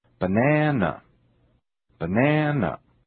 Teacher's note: the second syllable is stressed. Listen now for the lengthening of the vowel in the stressed syllable.